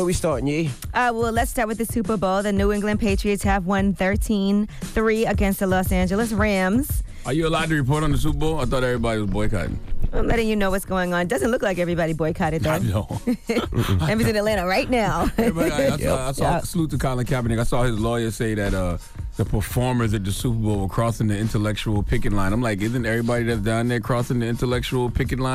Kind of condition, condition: link, phone line